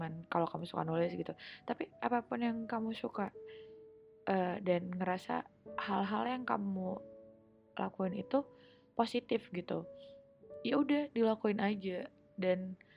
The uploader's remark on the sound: i'm sorry but i didn't realize that my audio was quite low because i was using a headset.